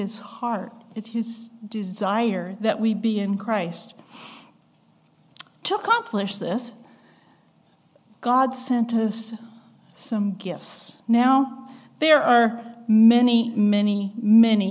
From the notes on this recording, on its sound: recorded on December 17, 2022, at the Ringgold Seventh-day Adventist Church